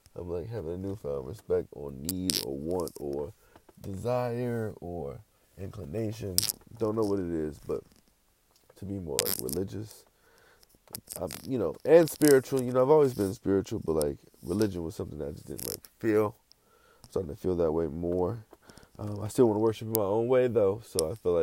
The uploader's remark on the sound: I’m never fucking using my headphones again. Much background noise.